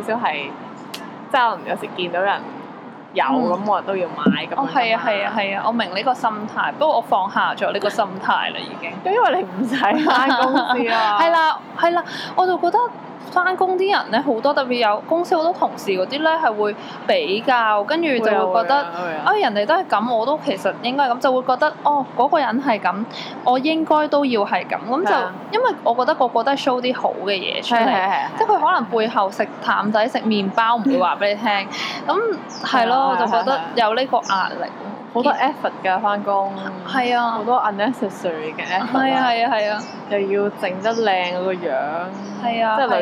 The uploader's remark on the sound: Sorry about the background noise this time